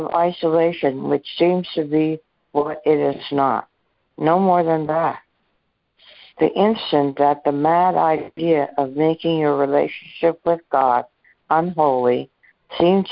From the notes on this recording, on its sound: ACIM Daily Conference Call